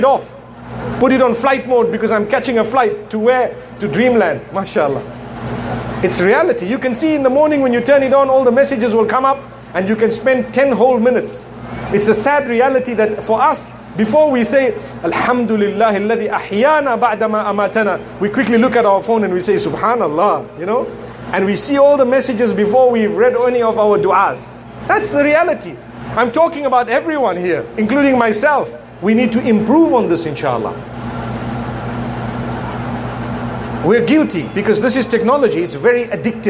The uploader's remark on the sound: Part of the Inspire Tour of the Caribbean, this talk was delivered at the Muslim Fair at the National Cricket Centre in Trinidad and Tobago.